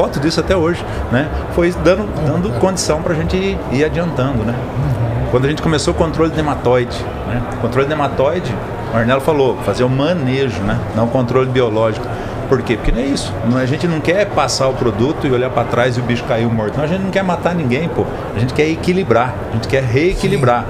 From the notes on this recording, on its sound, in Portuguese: Estamos ao vivo da Hortitec 2023